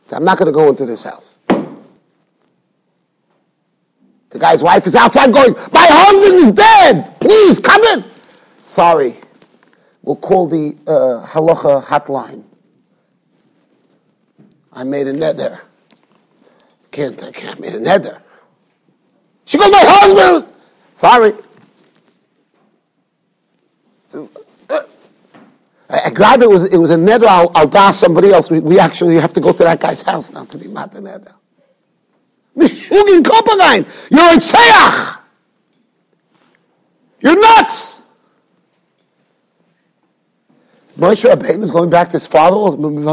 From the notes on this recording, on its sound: Shiur recorded in Yeshivas Ohr Reuven, Monsey, NY.